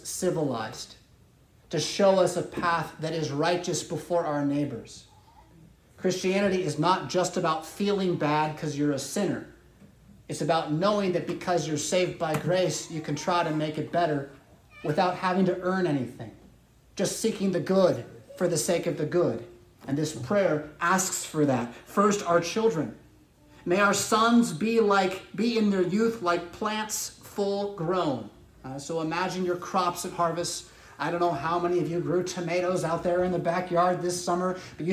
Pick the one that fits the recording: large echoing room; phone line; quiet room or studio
large echoing room